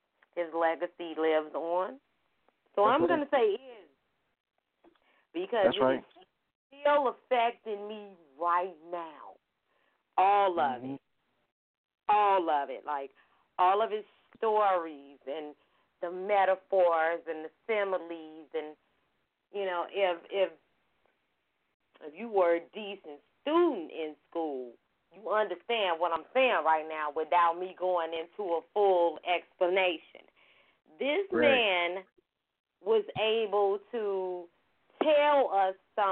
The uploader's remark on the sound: I will have lots of guest call in to talk about him as well. We even have some music industry executives who will call in also.